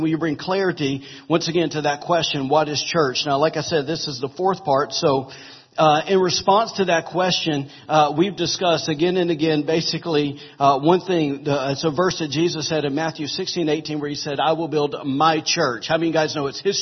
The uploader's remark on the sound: Recorded October 29, 2017, during Sunday morning service at Celebration Life Family Church.